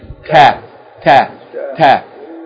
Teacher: The letter Ta, in terms of its articulation point in Arabic, is pronounced from the top of the tip of the tongue, touching the gum line of the upper front teeth